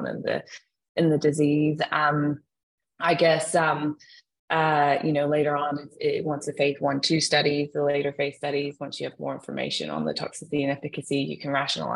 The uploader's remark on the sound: ProsTIC/PCF Global Webinar. From the GU Cast studio in Melbourne.